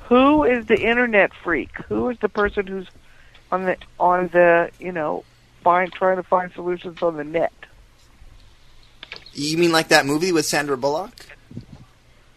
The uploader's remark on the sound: RBCP's Personal Prank Phone Calls Collection